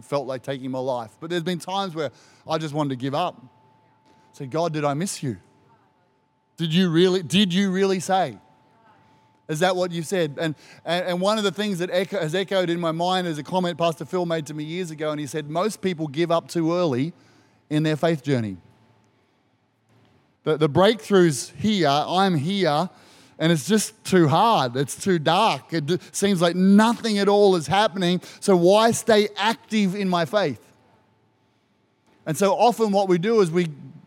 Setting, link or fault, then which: setting, large echoing room